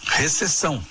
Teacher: Em Portugal, esse P não é lido, né?